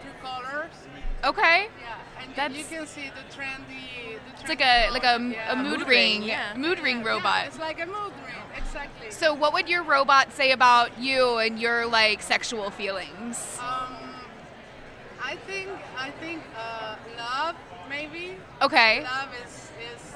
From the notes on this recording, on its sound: Live from INTERNET YAMI-ICHI.